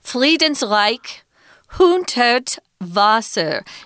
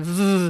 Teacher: Notice that the W in German is pronounced with a V sound.